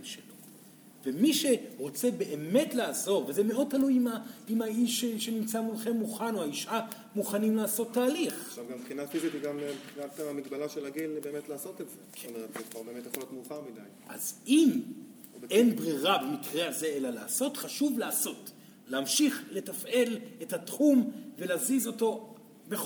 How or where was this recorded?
live audience